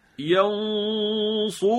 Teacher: باید اخفا ما بوی همون تفخیم و درشتی حرف مابقی رو به خودش بگیره